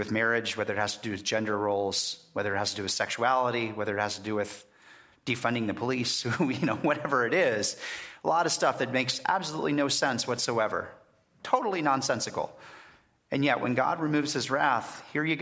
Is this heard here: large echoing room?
yes